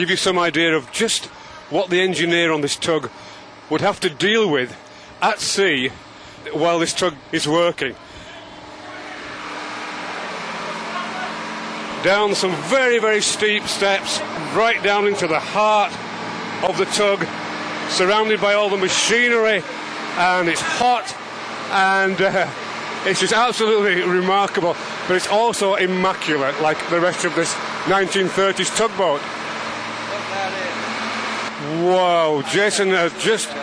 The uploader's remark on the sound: when I was given the chance to tour a vintage tugboat, I grabbed my microphone and jumped on board.